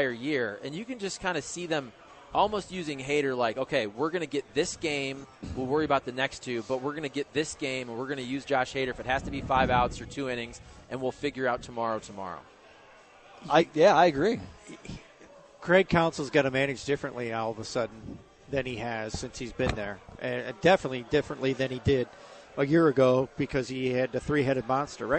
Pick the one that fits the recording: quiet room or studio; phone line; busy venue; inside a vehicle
busy venue